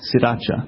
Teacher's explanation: So the first R is actually not pronounced in Thai?